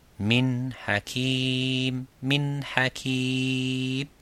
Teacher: Euh, alors, c'est juste ce qu'il faut lorsque je dis mon hakim le makhraj et le son du noun sont divisés en deux parties, deux parties. La première partie est le travail de la langue touchant la gencive et la deuxième partie ou la dernière partie vient du nez en prononçant ce son.